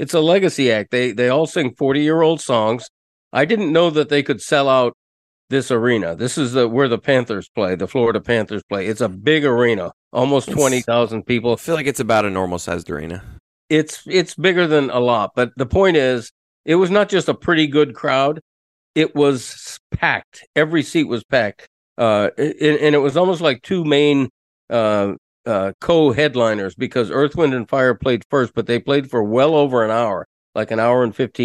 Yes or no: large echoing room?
no